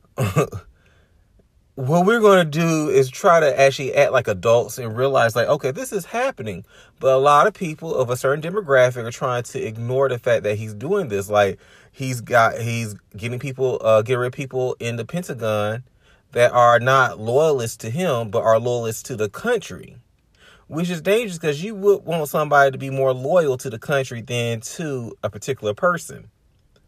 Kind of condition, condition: setting, inside a vehicle